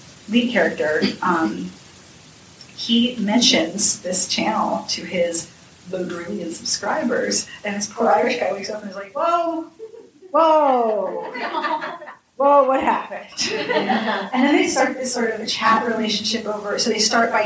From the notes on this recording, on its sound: Live From BookLovers Con. It’s our live show from Book Lovers Con 2019! Giving us a space with a sound system to record in. Apologies for uneven audio - I did my best to fix it, but it’s a bit uneven at times. Sometimes the mics picked up my voice in two places, so there might be an echo. This is a bit off from my usual audio standards, and I’m sorry about that.